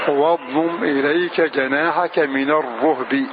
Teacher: بضم الراء وإسكان الهاء